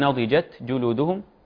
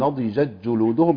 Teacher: والتاء إذا وقفنا عليها بالإسكان فهي من حروف الهمس · Shown in: first take · أو إذا كانت ساكنة فهي من حروف الهمس.